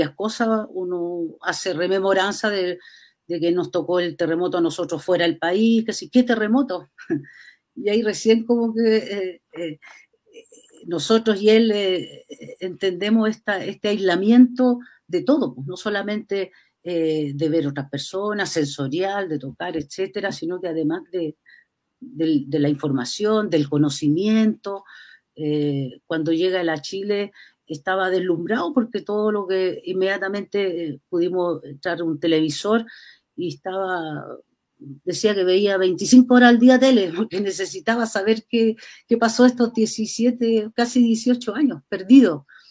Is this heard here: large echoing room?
no